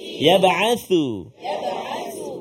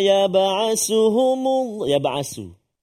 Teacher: Jadi kena hati-hati tha. Hujung lidah kita keluar sikit. · Shown in: first take